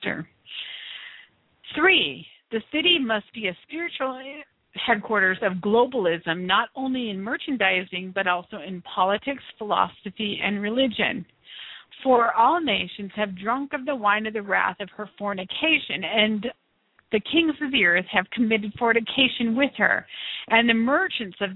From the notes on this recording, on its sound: This show is the FIRST LIVE CALL-IN SHOW.